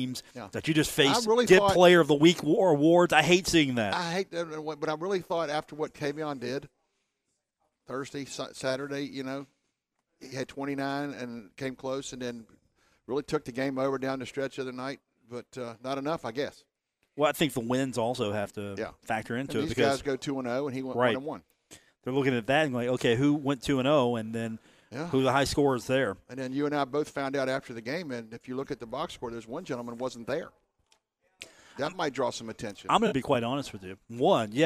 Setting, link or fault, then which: setting, busy venue